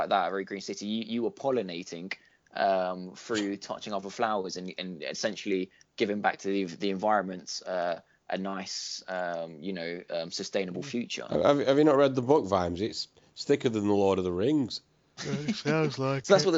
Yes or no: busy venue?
no